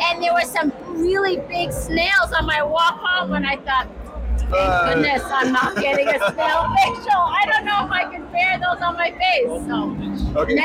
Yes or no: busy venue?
yes